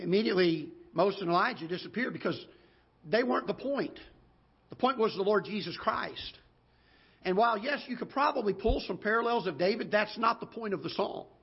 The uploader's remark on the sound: Ketha Heights Baptist Church ~ Live Broadcast